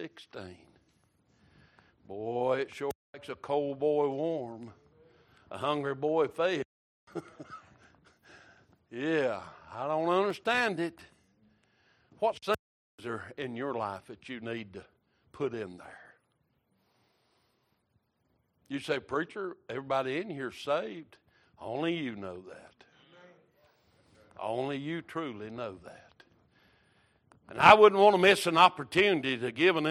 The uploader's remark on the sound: Wednesday Evening Service